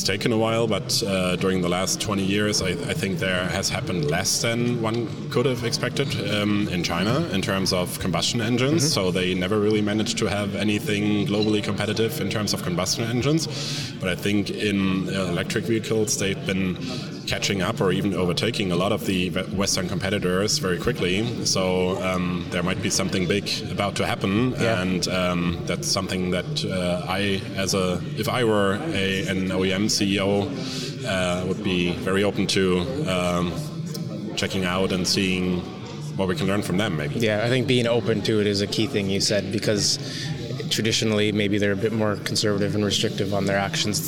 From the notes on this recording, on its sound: Recorded live from the show floor at AutoSummit 2023. At AutoSummit Hamburg!